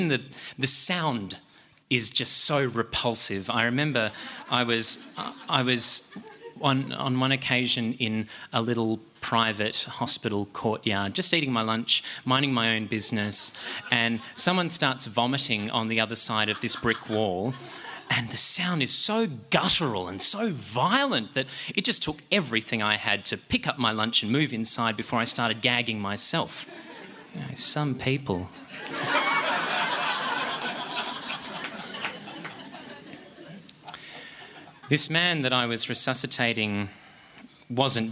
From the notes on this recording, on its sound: told live on stage at a tiny pub in the huge state of Western Australia